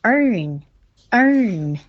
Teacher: 先发好你的元音 er，再发嗯的音 earn， earn 这样子